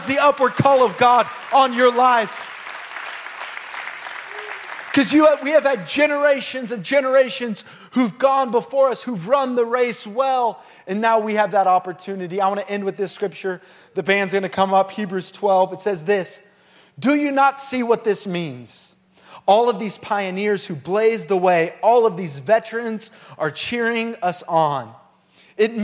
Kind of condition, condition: setting, large echoing room